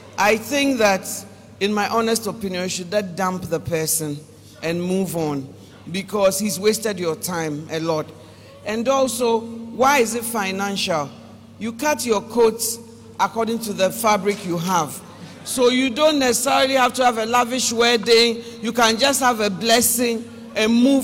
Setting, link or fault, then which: setting, large echoing room